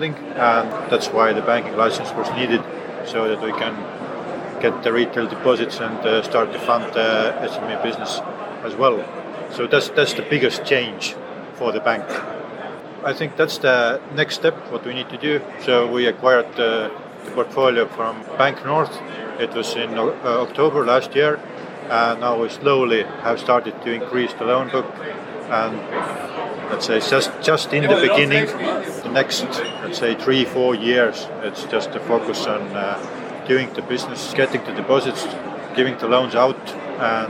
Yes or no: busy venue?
yes